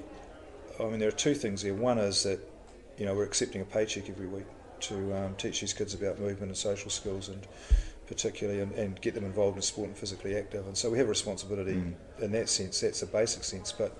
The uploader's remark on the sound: A throw back to PENZ Conference 2016 where I had my very first podcast interview